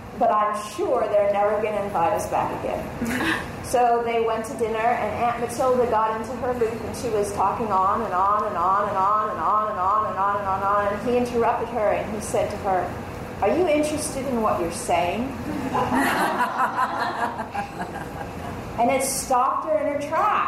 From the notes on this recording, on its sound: Audio Recording from talk at Dharma Punx, LA. Audio Recording from talk at Dharma Punx, LA.